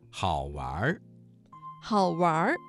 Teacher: 这个词当中的玩加了一个卷舌音，形成了儿化音